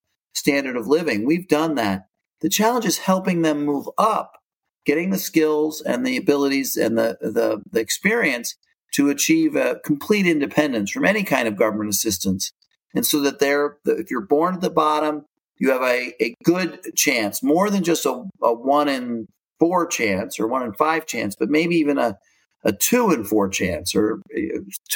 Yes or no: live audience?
no